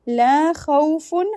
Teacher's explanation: Fun will be clear, izhar, as it is followed by ayn.